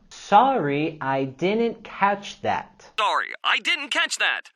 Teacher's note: al final de la oración vamos a caer la entonación